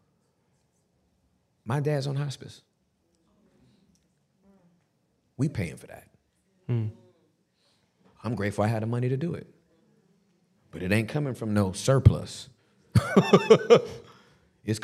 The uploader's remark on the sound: The Basement LIVE in NEW YORK CITY